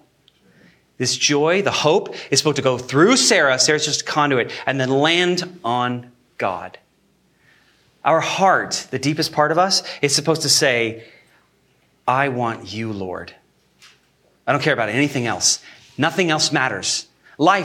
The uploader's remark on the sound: Sermon Recorded Live